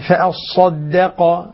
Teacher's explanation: والدال مرققة، نعم مرققة بين مفخمين